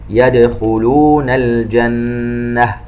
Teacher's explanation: نقلق الدال يدخلون ونغن النون المشددة في كلمة الجنة بمقدار 2 حركات